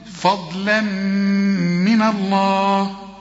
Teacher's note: إنما الضاد هي المفخمة، اللام هنا مرققة والميم مرققة والنون مرققة.